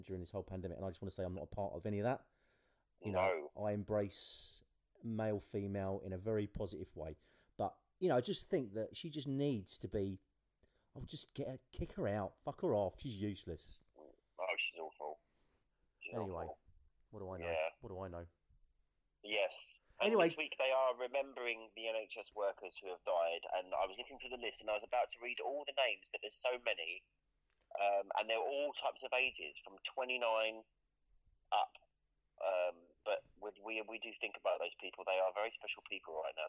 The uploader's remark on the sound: phone in!